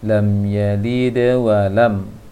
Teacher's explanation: Jadi di ujung ayat semuanya kokolah sedang, sedangkan yalid kokolah kecil.